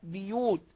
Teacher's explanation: قرأ بعضهم بكسر الباء بيوت